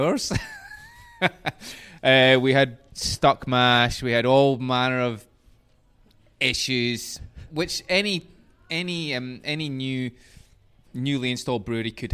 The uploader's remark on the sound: The episode was recorded at The Local Taphouse, St Kilda, VIC.